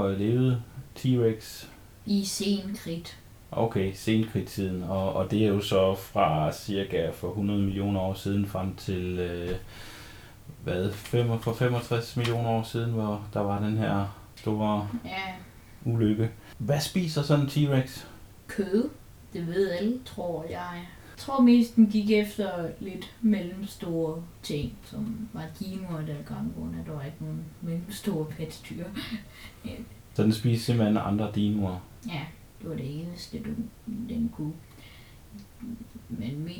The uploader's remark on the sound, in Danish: Vi beklager i øvrigt den lidt forringede lyd!